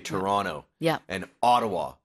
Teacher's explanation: But Canadians tend to say like I'm from around Toronto, the suburbs of Toronto, so we don't pronounce the last T